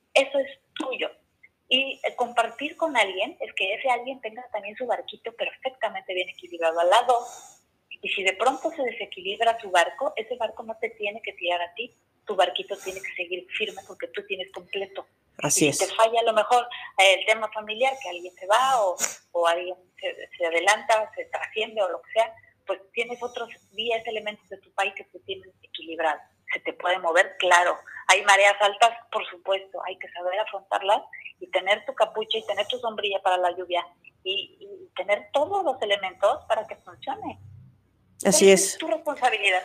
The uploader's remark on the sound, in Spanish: El sonido está un poco bajo y no tan claro porque lo hicimos telefónicamente